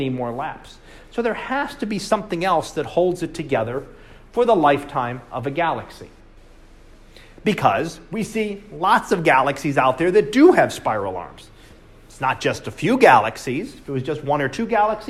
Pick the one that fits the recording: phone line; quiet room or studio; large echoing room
large echoing room